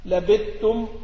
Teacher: أدغم الثاء والذال في التاء من لبثتم وأخذتم واتخذتم سواء اتصلت بميم الجمع أم لا.